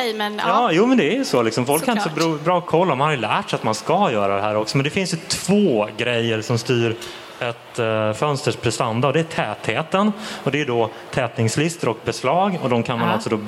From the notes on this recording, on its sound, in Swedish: Vi livepoddar från Bo&Byggmässan! Livepoddar vi för första gången i våra liv! Inför publik!